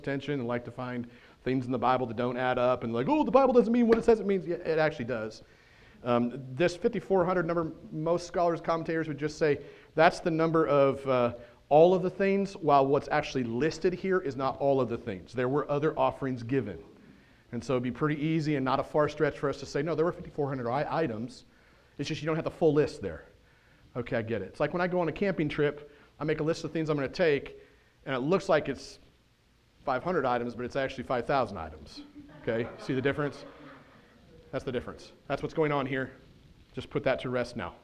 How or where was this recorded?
large echoing room